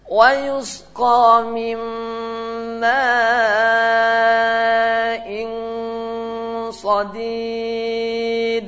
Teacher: Ingat langsung infa, jangan sampai ditambahin huruf, tambahin huruf di situ sehingga menjadi ويسقى من ماء atau min min tambahan ya. Ma in langsung ikhfa, langsung masuk ke hidung